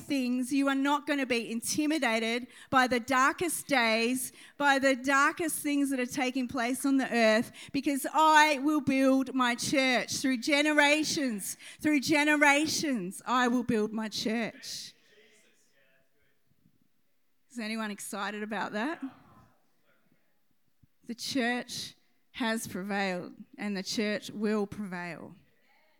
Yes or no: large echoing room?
yes